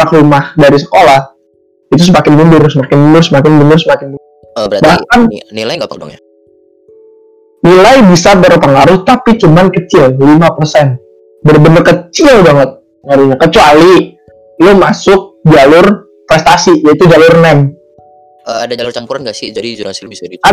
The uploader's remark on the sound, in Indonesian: maaf banget sound kami masih tidak layak